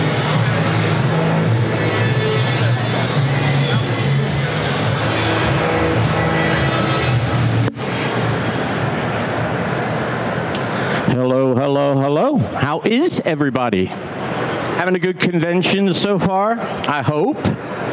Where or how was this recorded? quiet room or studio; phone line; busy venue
busy venue